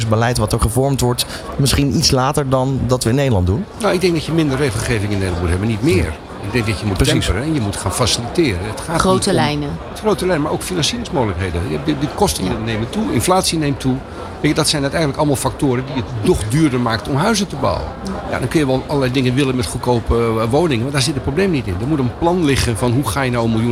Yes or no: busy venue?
yes